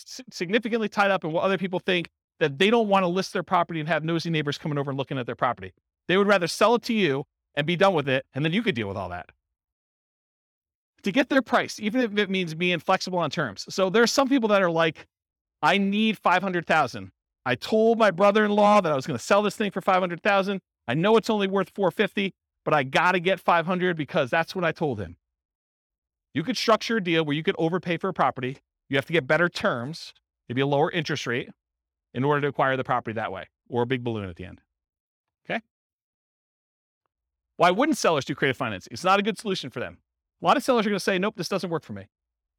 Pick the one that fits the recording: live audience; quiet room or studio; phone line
live audience